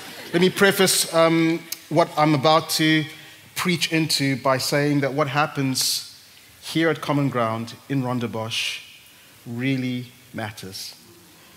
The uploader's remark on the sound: at Common Ground Church Rondebosch on the 17th of September 2023